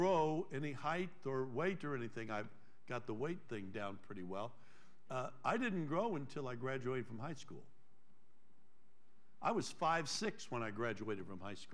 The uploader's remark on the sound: Trinity Church Live